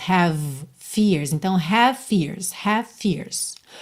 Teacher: We all have fears, aqui é interessante que o V de have já junta no F de fears, porque olha, V e F são feitos no mesmo local, né, que é lábio inferior nos dentes superiores